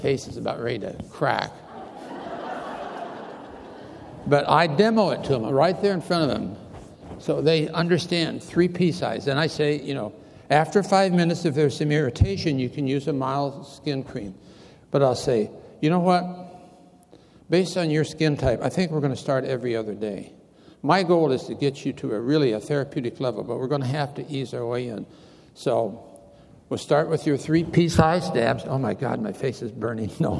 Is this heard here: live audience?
yes